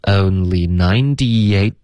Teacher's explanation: 90跟 eight 呢之间要添加一个 y